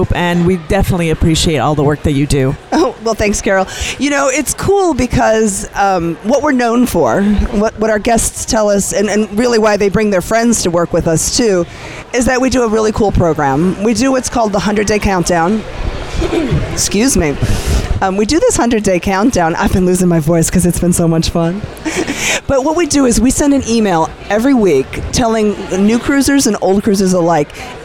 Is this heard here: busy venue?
yes